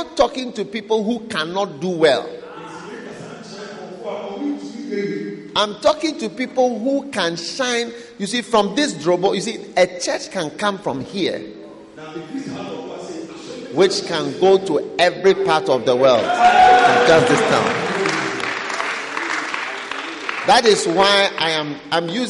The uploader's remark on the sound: Preached at a Healing Jesus Campaign Pastors' conference in Drobon, Ghana on the 11th - 12th of December